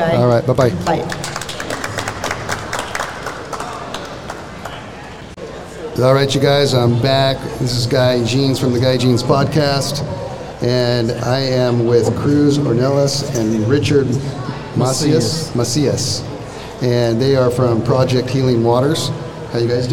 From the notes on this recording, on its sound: I recently had the honor of hosting my podcast in front of a live podcast audience at the Bass Pro Shop in Rancho Cucamonga, California.